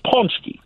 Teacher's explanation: you don't pronounce the N as much